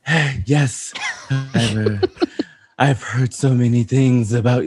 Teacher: It's like, it's deep and breathy at the same time.